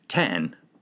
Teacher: der bliver indskudt et stød, når det smelter sammen med det tryksvage øh, ord bagefter.